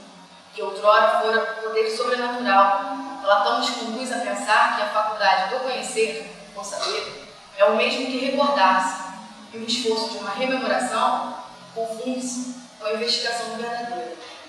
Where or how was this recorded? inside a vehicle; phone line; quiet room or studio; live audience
live audience